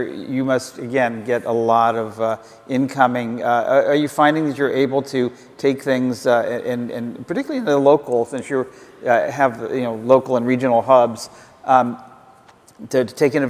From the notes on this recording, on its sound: The best of live interviews from GreenBiz events.